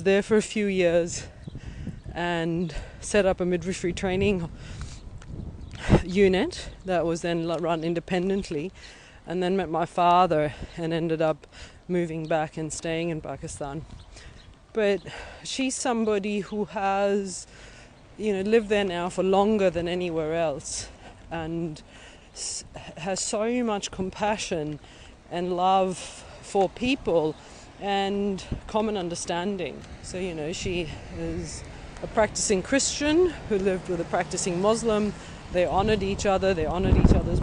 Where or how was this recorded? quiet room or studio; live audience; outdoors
outdoors